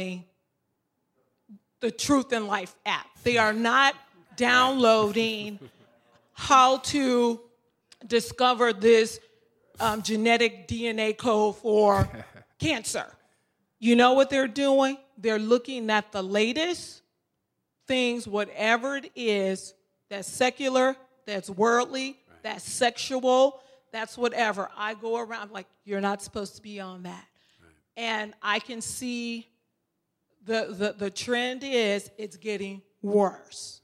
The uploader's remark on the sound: Acton’s 8th Annual Chicago Open Mic Night took place on Wednesday, November 8th at the University Club of Chicago